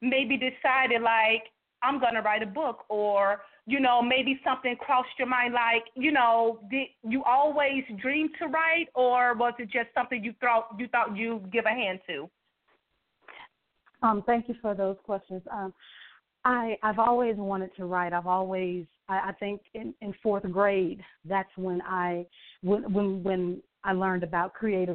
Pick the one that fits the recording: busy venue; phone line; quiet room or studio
phone line